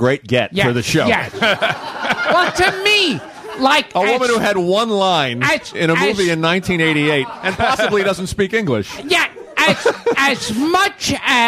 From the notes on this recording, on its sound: A live recording at SiriusXM radio, where they field questions (from callers and an in-studio audience).